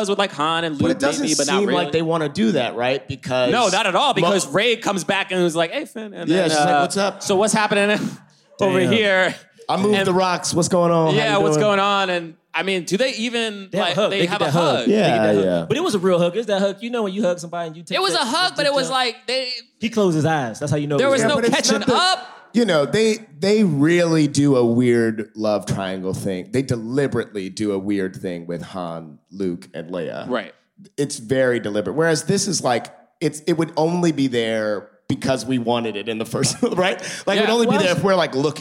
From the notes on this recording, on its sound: LIVE from London Podcast Festival